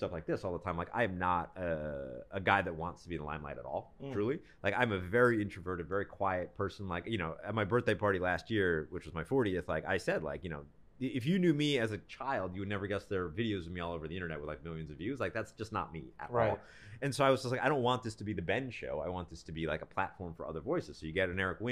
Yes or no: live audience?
no